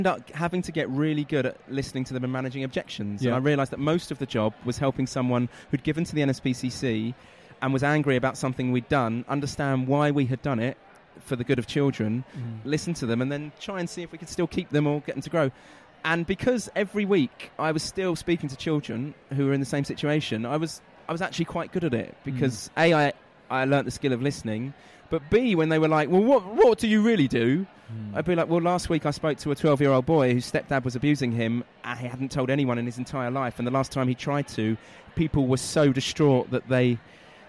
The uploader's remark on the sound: Live from IFC